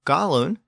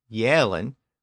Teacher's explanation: the G sound shifted to a Y sound in a lot of Old English words, especially before the front vowels I and E